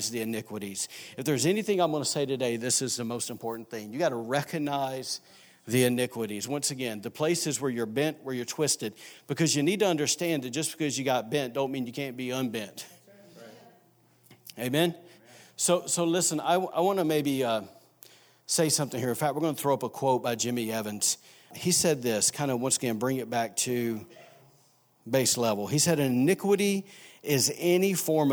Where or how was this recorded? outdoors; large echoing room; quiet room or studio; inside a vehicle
large echoing room